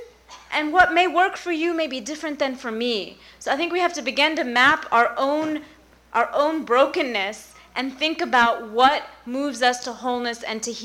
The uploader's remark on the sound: 1st Annual Co-Ed Iftar & Qiyam. During the banquet portion of the night, the floor was opened to a Q&A discussion circle, giving the men and women in attendance a chance to speak to the group.